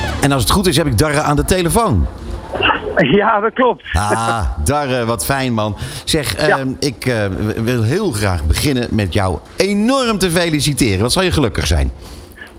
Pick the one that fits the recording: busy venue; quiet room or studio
busy venue